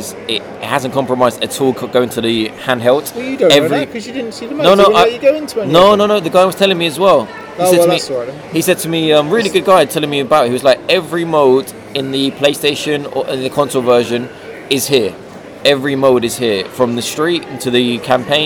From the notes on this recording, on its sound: EGX 2017. Recorded directly from the Starbucks at EGX.